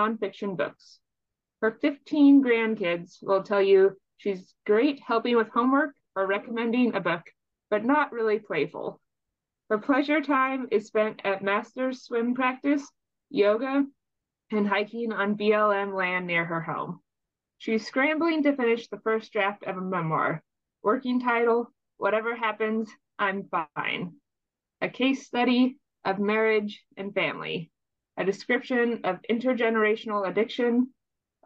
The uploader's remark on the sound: Calls are recorded if you’re not able to be there in person. It's hosted on Zoom.